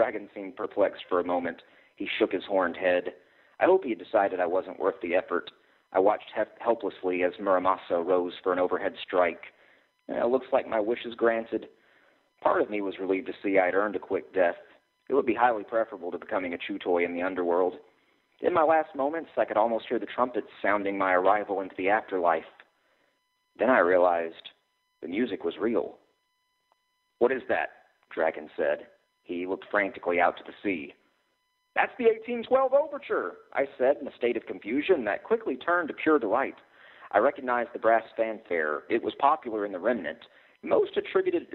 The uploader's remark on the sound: called